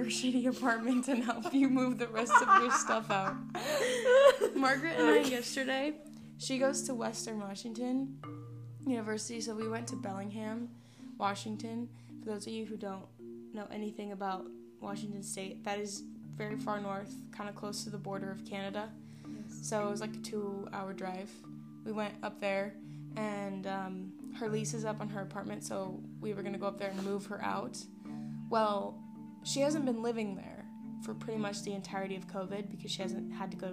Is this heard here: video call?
no